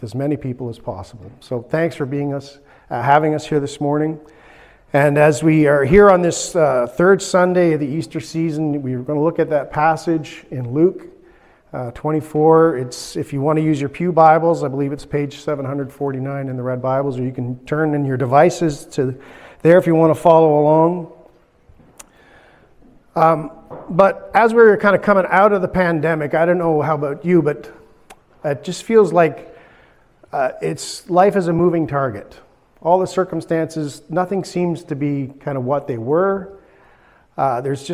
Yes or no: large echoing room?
yes